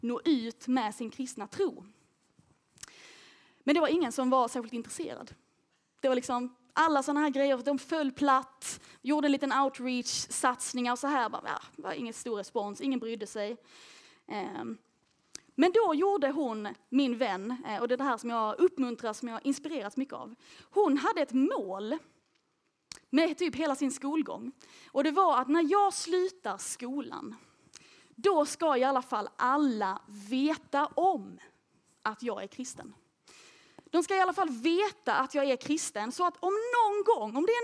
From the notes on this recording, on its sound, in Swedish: Inspelat under nyårslägret Passion for People 22/23.